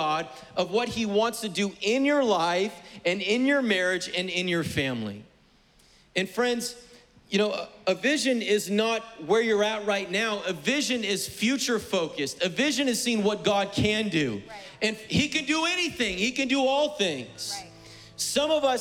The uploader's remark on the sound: was preached on May 23rd at the 11:30AM service